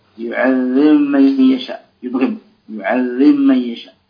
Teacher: تضغم الباء في الميم